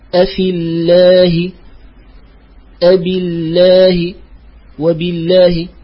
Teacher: إذا وقع قبل لفظ الجلالة الله مكسور فإنها ترقق